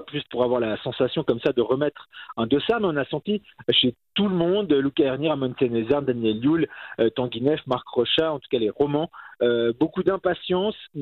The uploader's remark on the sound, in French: Notre envoyé spécial dans les Alpes françaises. Était avec nous, par téléphone.